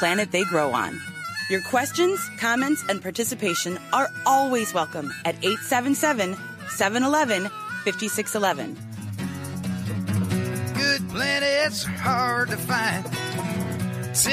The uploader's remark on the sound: WCGO Radio is broadcasting live from Evanston's Custer Fair.